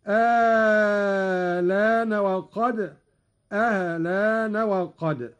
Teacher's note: قرأ قالون بإبدال الهمزة الثانية مع المد الطويل، وهذا الوجه هو المقدم في الأداء، وله تسهيلها مع القصر مع نقل اللام هكذا: آلان وقد، آلان وقد.